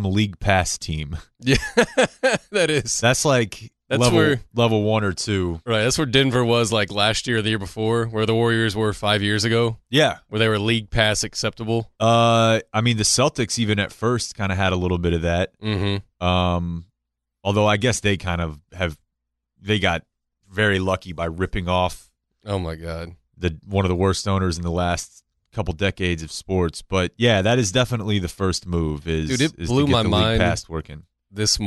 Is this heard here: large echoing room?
no